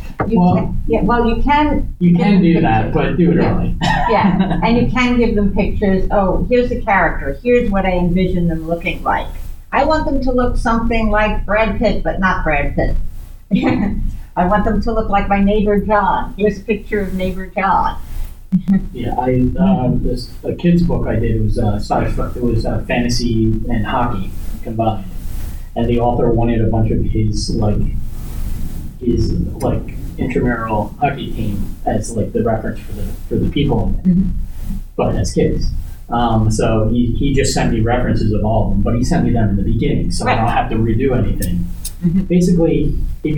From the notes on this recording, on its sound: Recorded at Metatopia 2023